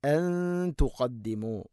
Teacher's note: അൻതുഖദ്ദിമു നൂനിനെ അവ്യക്തമാക്കി മണിക്കണം, ഇഖ്ഫ ബിഗുന്നയാണ് അത്